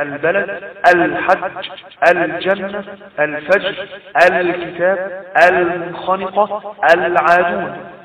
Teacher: مثال كلمة البلد الحج الجنة، فمثلا حرف الباء والحاء والجيم من حروف ابغي حجة وخف عقيمه، فإذا وقع أي حرف من هذه الحروف بعد اللام الساكنة في ال التعريف تظهر هذه اللام وتسمى لام قمرية